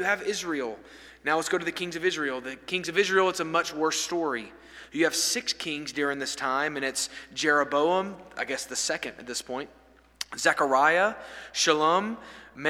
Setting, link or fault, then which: setting, large echoing room